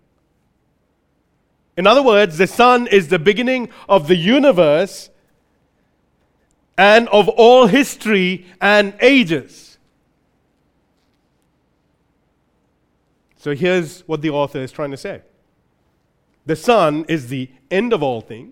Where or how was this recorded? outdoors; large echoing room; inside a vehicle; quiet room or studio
large echoing room